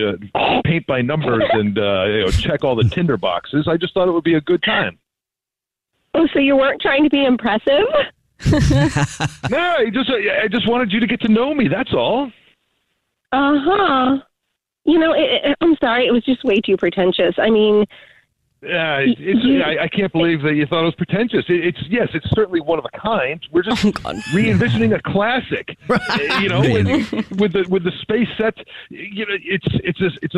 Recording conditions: phone line